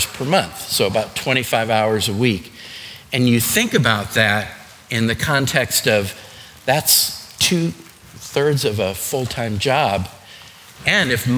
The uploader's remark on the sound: Today's podcast is a session recorded from our Alzheimer's and Dementia seminar held here at McGregor Baptist Church.